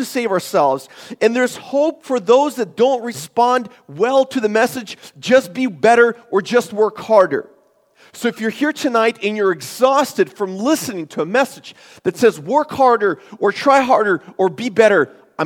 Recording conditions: large echoing room